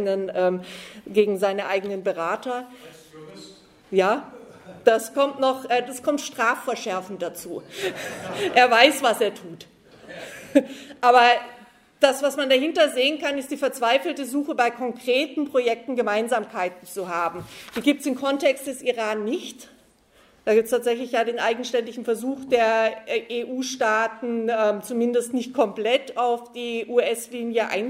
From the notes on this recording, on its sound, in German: auf der Konferenz «70 Jahre: Kein Frieden mit der NATO» der Rosa-Luxemburg-Stiftung in Frankfurt